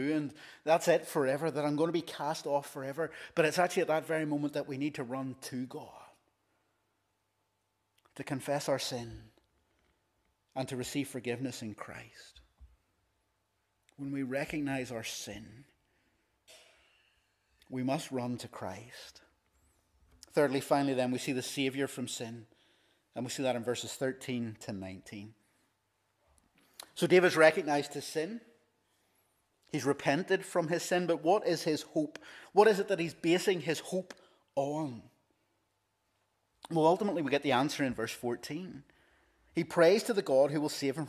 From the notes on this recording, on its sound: This is the recording of the Bible reading and sermon from our evening service on Sunday 16th April 2023.